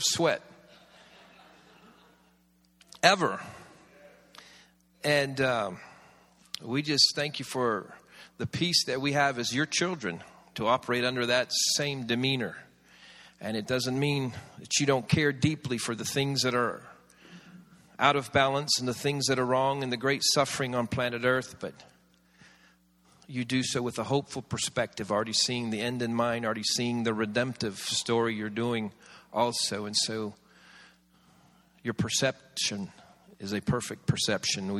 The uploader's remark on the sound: This series was recorded around 10 years ago at Daystar Atlanta